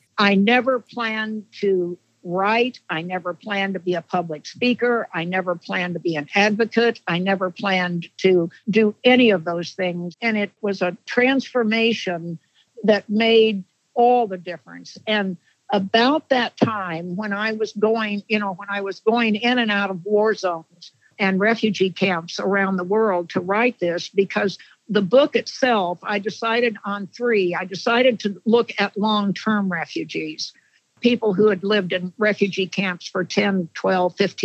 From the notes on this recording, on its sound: on the phone